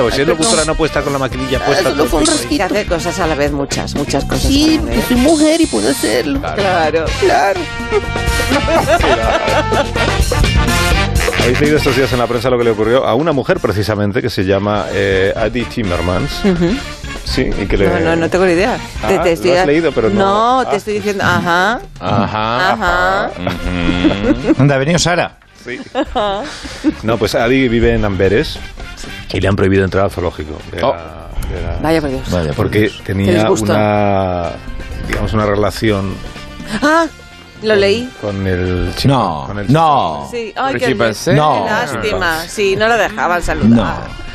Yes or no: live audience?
no